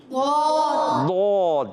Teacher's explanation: اچھا ضاد کا مخرج ہے، ضاد ادا ہوتا ہے حافت اللسان اور ادراس علیہ کی جڑیں، یعنی اوپر کی داڑھوں کی جڑوں سے ادا ہوتا ہے، تو ادا ہوتا ہے ضاد